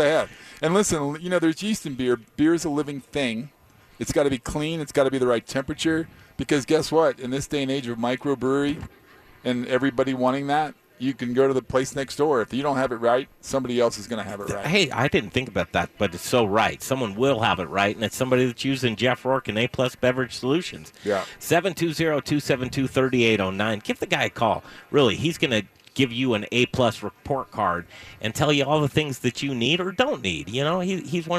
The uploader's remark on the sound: We were live Saturday night from Grind Kitchen and Watering Hole during the Cherry Creek Arts Festival.